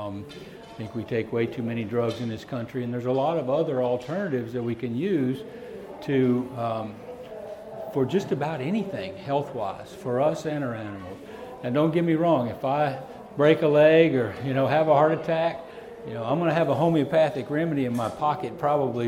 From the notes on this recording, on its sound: Mineral Wise and Salt Poor (Fall 2017 Equine Affaire). Seminar/Discussion recorded live from the Fall 2017 Equine Affaire in Springfield MA.